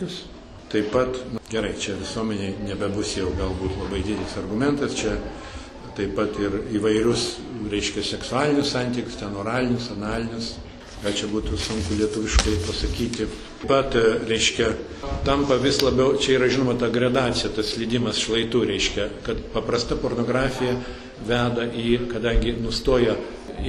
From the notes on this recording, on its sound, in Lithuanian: Įrašas iš šeimų festivalio.